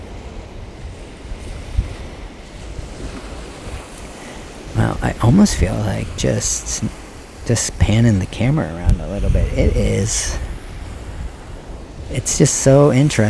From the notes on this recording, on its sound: Recorded Live unedited on the east beach of point pelee national park. Kayaked 40 minutes from the marsh Boardwalk. When I awoke I recorded this.